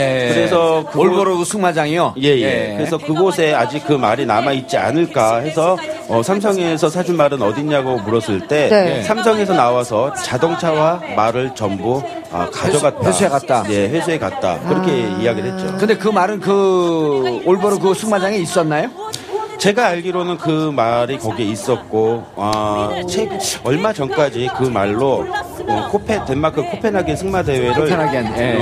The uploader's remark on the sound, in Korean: 광화문 공개방송